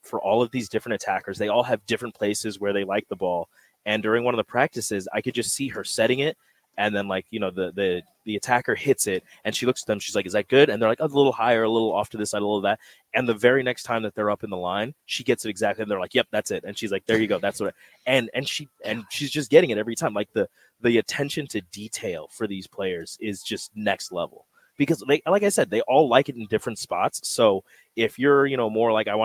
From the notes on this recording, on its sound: LIVE from CHI Health Center